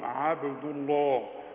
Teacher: اذا كان اللي قبل اسم الجلال مفتوح، ان الله او مضموم عبد الله، بفخم اللامات